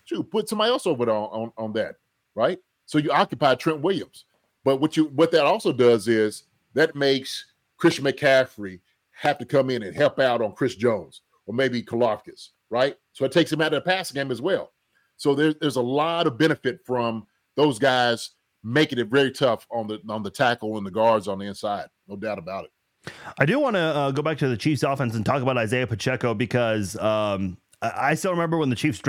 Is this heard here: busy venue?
no